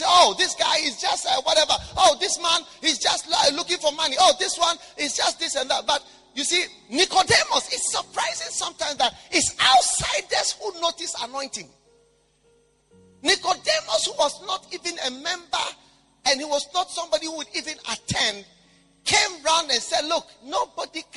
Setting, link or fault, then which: setting, large echoing room